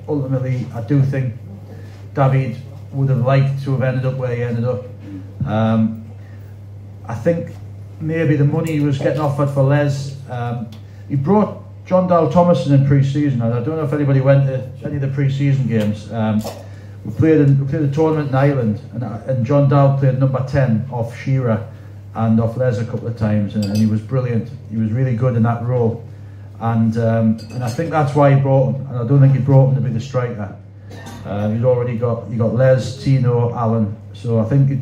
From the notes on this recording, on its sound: at Tynemouth Surf Cafe